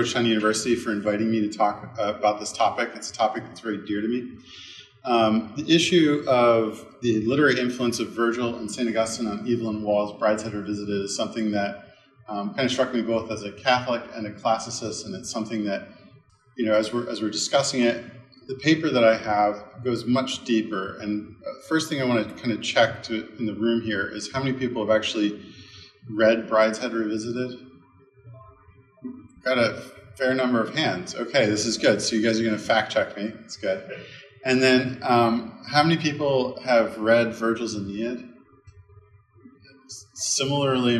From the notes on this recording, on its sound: This lecture was given on April 27th, 2023 at Georgetown University.